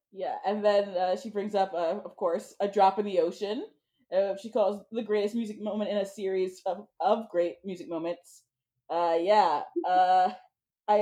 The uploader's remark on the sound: AUDIO WARNING*** None of us sound great on this episode, audio-wise. For reasons we all understand and have since fixed.